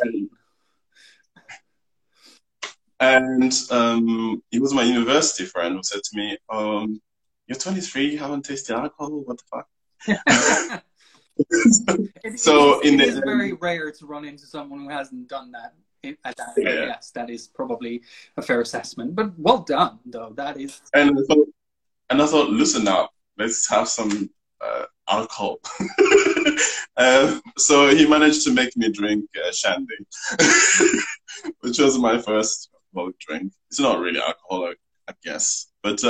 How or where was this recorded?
video call